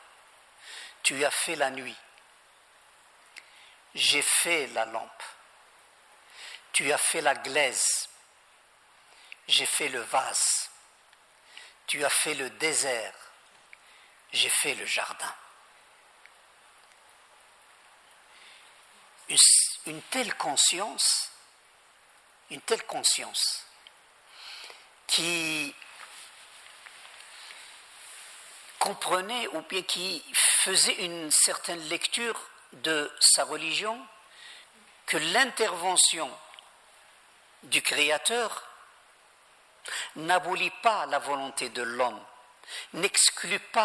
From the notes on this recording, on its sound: Thirteenth and final lecture in the Aula Árabe Universitaria 4 series, held in Madrid